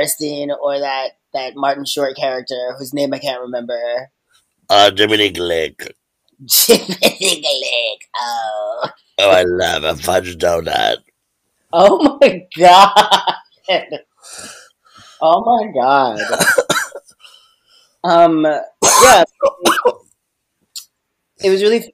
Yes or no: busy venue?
no